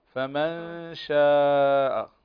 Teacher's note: عندنا نون ساكن وبعدها شين من حروف الإخفاء